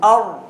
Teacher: الراء يداني مخرج النون لكنه إلى الداخل. من غير تلاصق بالحنك الأعلى. يعني هنا بيبقى في وصفين للراء مش موجودين في النون.